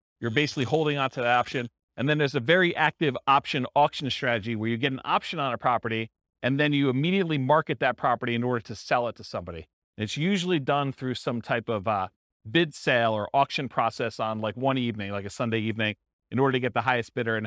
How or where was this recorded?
live audience